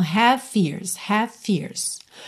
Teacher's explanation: o V de have já junta no F de fears, porque olha, V e F são feitos no mesmo local, né? Que é lábio inferior nos dentes superiores.